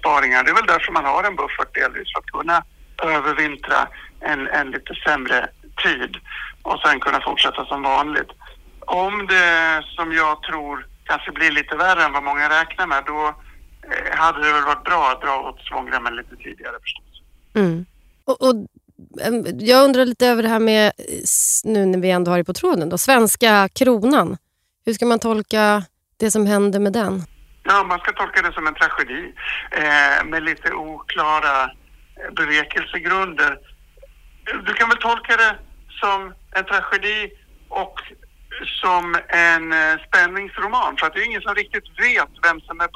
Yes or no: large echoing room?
no